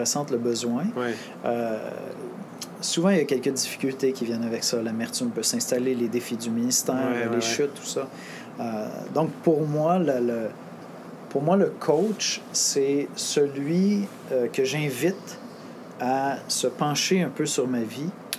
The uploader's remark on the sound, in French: Nous nous excusons pour le bruit de fond durant les deux premières minutes du podcast.